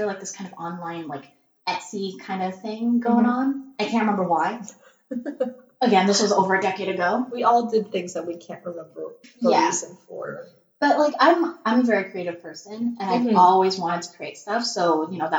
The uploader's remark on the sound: I blame technology for the garbage audio quality this episode. The recording software got confused and...well, you'll know. Again, we're so sorry for the trash audio quality. Laptop has a potato for a microphone.